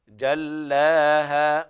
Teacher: يلاحظ أيضا ترقيق اللامات والهاءات في خواتم الآيات